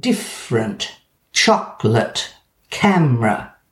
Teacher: more commonly pronounced with only two syllables rather than the possible three suggested by the spelling